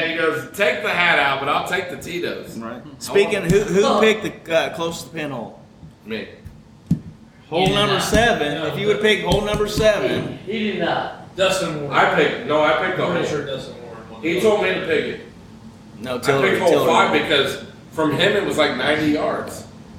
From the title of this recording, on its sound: Live At 5 Iron Golf